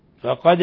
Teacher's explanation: قلقلة الدال لأنه من حروف قطب جد